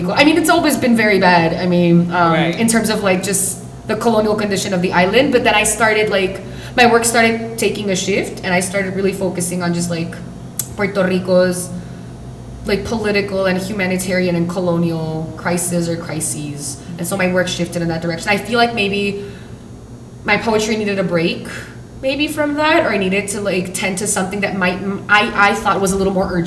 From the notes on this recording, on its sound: Recording live from la IUPI